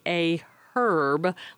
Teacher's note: those who speak the Queen's English aspirate the H and say a herb, like the man's name.